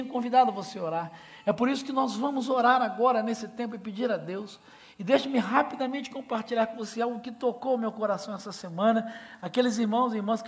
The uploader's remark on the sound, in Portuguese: Celebração ao vivo